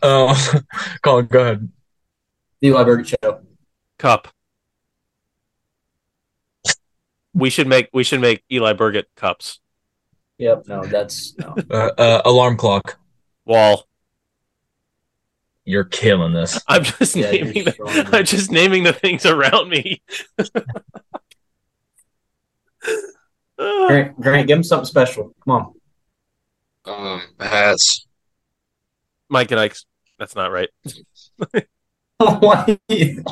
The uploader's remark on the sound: The boys are back (on zoom) and they are better than ever (if you ignore the lagginess of our voices).